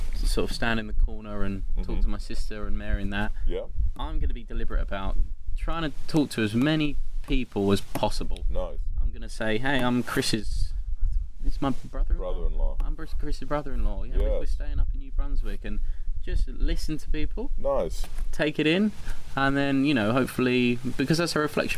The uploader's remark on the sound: Also, we did find something to help break the wind while recorded but there are still some portions that may have high wind interruptions.